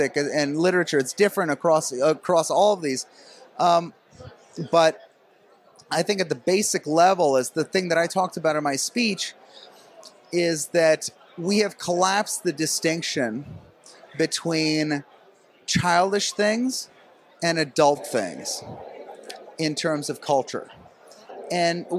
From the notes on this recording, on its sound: at the National Conservatism Conference in Florida